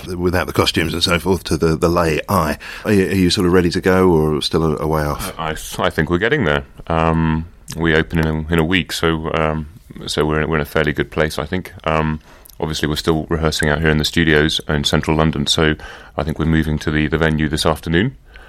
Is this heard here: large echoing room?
no